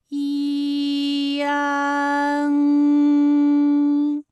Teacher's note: 从前高不圆唇元音一开始，舌位向前低元音啊的方向滑降，舌位只降到半低前元音 i 的位置就开始升高 · 发 i 后软腭下降，逐渐增强鼻音色彩，舌尖迅速移到上齿龈，最后抵住上齿龈，做出发鼻音呢的状态